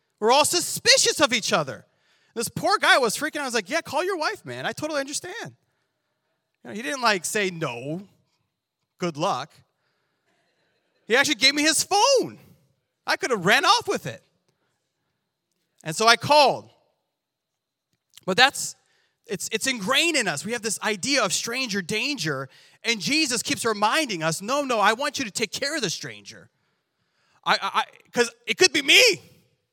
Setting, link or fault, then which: setting, large echoing room